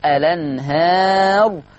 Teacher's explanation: كلمة الأنهار أيضا فيها النقل لورش، فتبقى لام مفتوحة فتقرأ الأنهار.